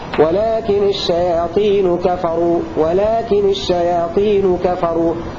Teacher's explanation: بتخفيف نون لكن بإسكانها وتكسر تخلصا من التقاء الساكنين ورفع نون الشياطين هكذا ولكن الشياطين كفروا ولكن الشياطين كفروا هكذا